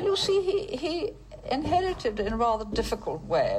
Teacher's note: there's a lot of something which we call vocal fry, which is when you kind of relax, you don't really vocalize properly. And the way the vowels are made is quite distinctive.